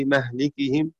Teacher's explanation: حفصا يقرأ بفتح الميم وكسر اللام لمهلكهم